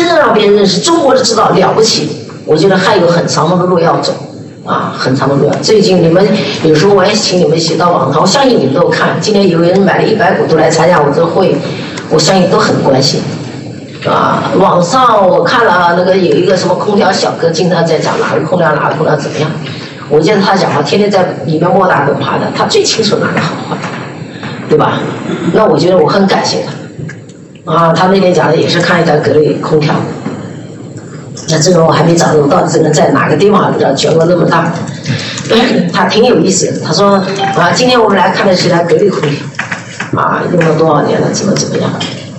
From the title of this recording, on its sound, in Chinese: 格力电器2021股东大会实况录音